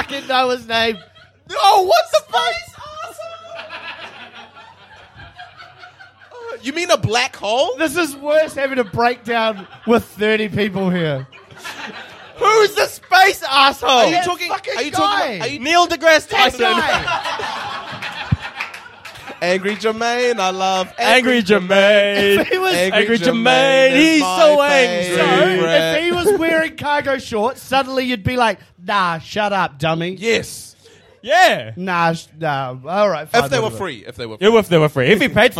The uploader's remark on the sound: LIVE at the Beer Jerk Bunker! In their first ever episode recorded in front of a live audience. At the Beer Jerk Bunker in Auckland.